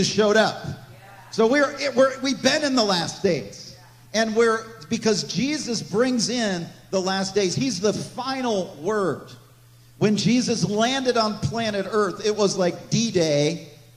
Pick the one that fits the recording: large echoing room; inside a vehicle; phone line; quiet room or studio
large echoing room